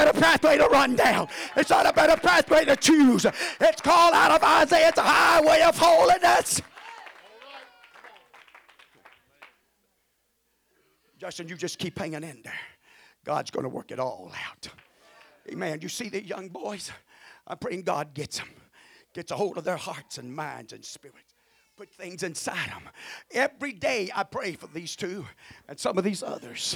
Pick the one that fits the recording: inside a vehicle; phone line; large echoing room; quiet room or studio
large echoing room